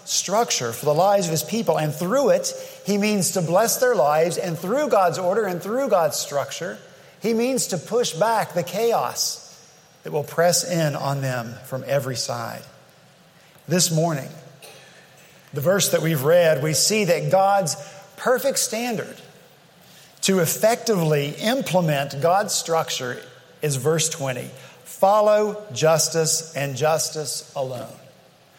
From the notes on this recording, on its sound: At Redeemer Presbyterian Church in Charleston, SC